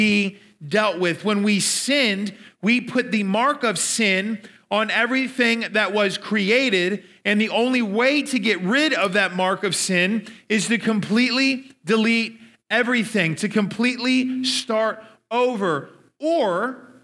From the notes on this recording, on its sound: Evening speaker recordings at our Frontier Town teen summer camp services.